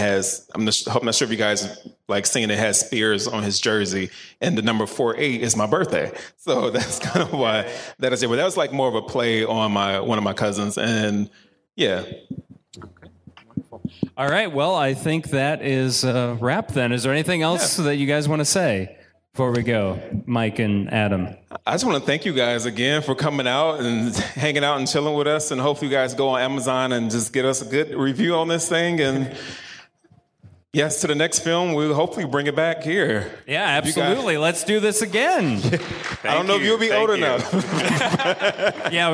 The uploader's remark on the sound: Live at Paramount Theater